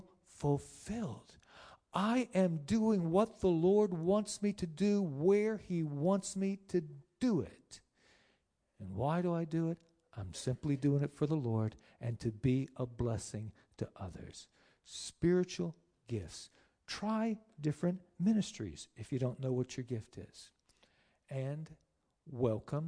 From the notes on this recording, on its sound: Sermon preached on 9-1-19 at Lighthouse Tabernacle Church of God of CI